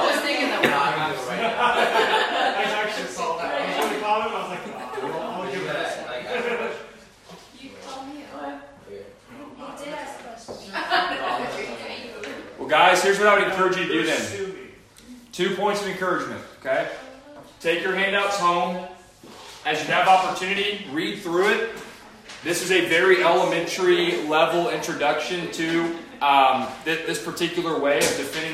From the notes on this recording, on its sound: This presentation was delivered as a mock lecture to the Atheists and Agnostics Students Society of the University of Louisville